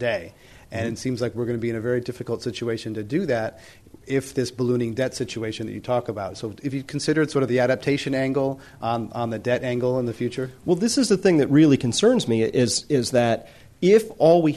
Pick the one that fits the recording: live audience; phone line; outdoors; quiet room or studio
live audience